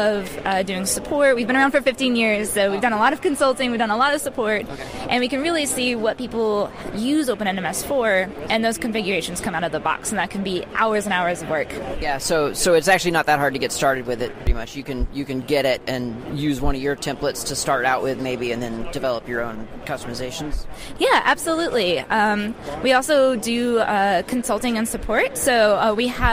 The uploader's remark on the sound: At the All Things Open Conference. OpenNMS at All Things Open Conference.